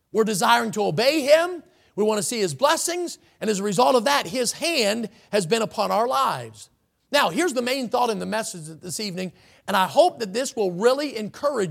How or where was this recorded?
large echoing room